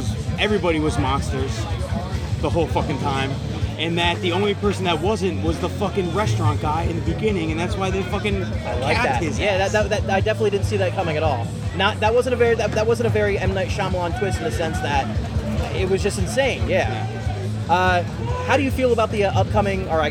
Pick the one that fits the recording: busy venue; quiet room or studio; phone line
busy venue